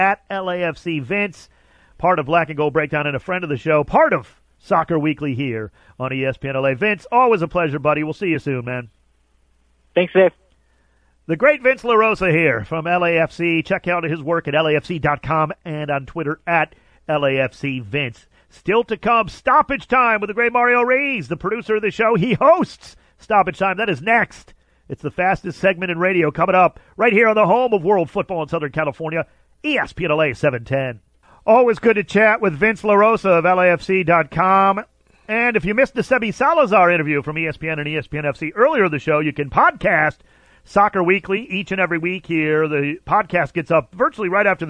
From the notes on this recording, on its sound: calls